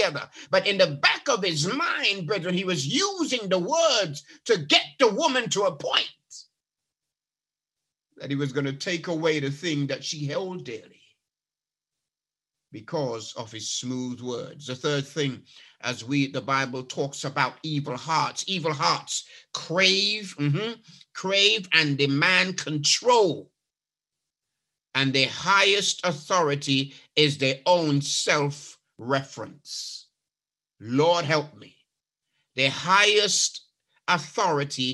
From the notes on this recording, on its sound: A 30 minute(ish) snippet from his sermon. Live from New Life SDA Church.